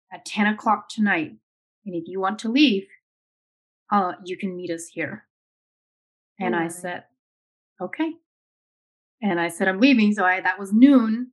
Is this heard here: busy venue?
no